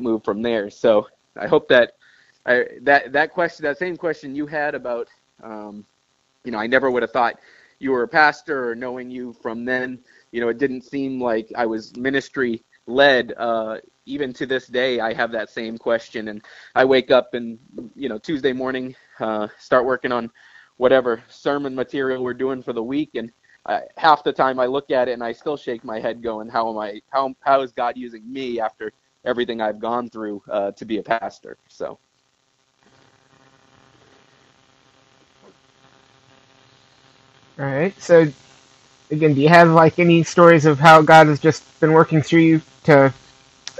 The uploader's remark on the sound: This week we get my first phone interview.